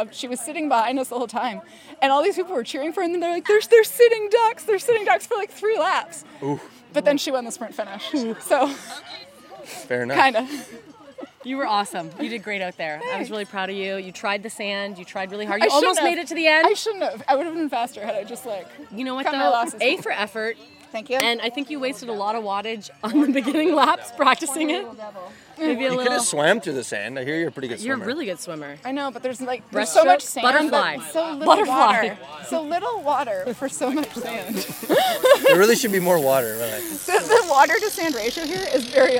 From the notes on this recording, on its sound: Live from O-Cup #3, Baseball Cross.